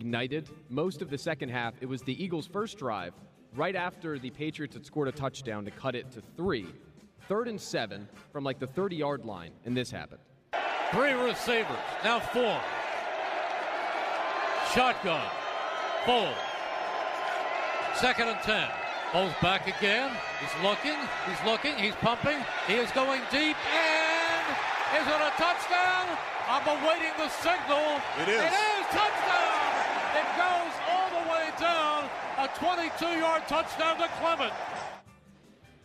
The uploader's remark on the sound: live from Chickies in South Philly